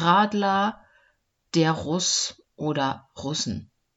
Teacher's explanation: Am Anfang des Wortes spricht man das R immer. Am Ende des Wortes spricht man das R fast wie ein A.